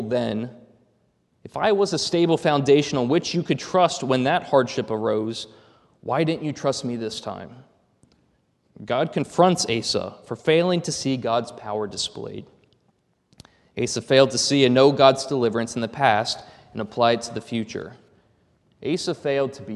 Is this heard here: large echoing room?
yes